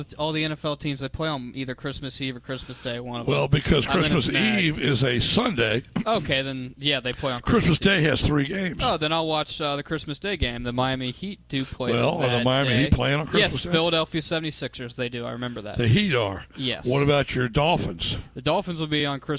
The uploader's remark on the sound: live at the Country Club of Virginia for the Dominion Energy Classic